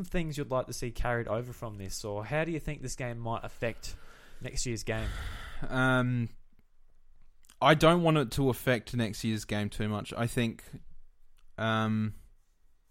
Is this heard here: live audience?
no